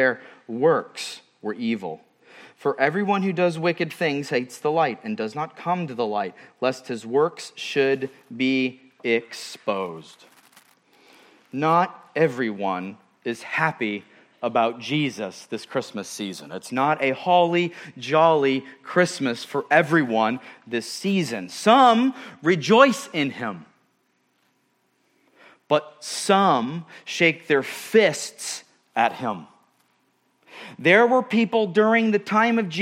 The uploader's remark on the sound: at Murrieta Valley Church in Murrieta, California.